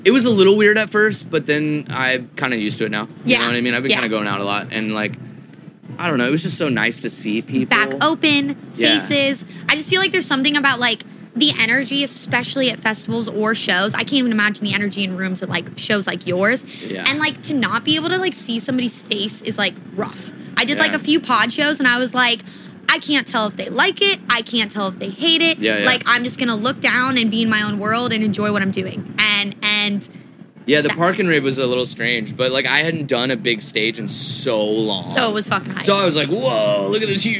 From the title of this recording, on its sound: Live from Forbidden Kingdom